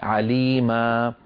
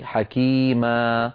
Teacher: التعويض عن تنوين النصب حالة الوقف بألف تمد بمقدار حركتين، عليما أقول في الوقف عليما، حكيما أقول في الوقف حكيما، هذه الألف هي عوض عن تنوين النصب في الوصل وأيضا مقداره حركتين. · Term: مد العوض